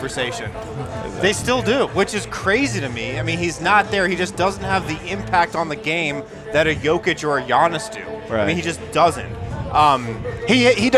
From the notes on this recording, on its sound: live from Circa Stadium Swim